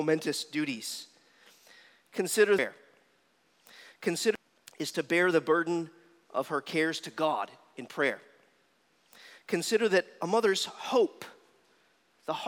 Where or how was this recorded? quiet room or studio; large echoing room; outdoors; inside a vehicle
large echoing room